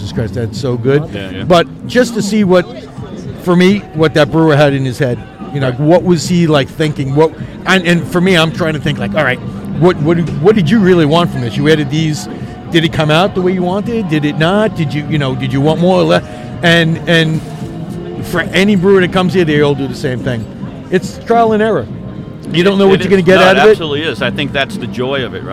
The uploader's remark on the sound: LIVE at Blue Point Cask Fest 2021. Unfortunately the gas generator kicks and they didn't get all the interviews they wanted.